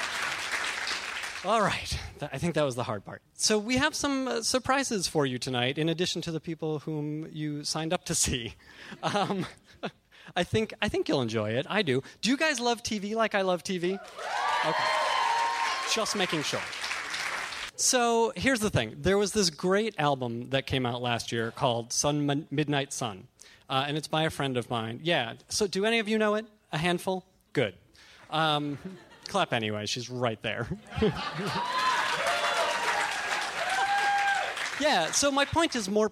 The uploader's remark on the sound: Live from Largo at the Coronet, in conjunction with Fast Company magazine